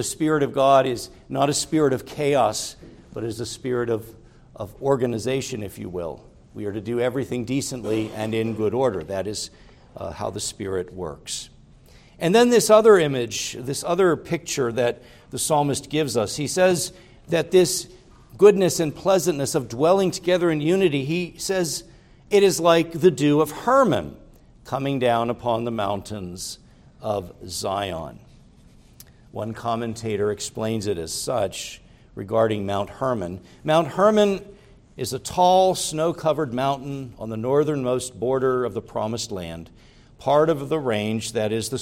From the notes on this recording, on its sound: preached at Grace Orthodox Presbyterian Church in Sewickley, PA, during the evening Worship Service on Sunday, July 16, 2023.